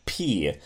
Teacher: your bilabial, it literally means two lips. So you have P. Your two lips are closing.